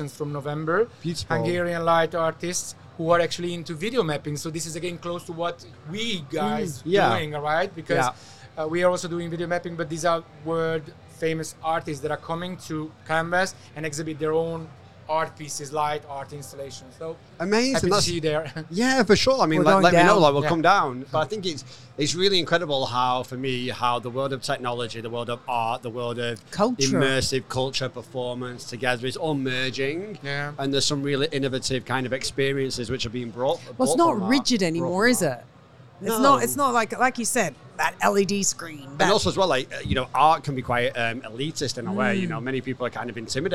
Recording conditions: busy venue